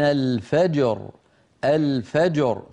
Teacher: فننطق الجيم ساكنة مقلقلة وكذلك الراء